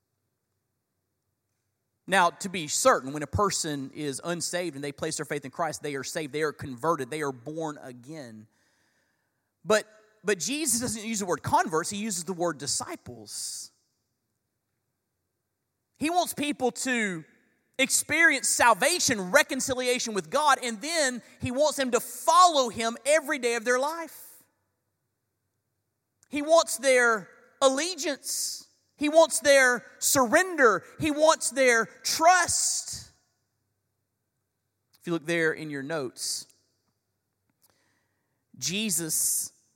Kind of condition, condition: setting, live audience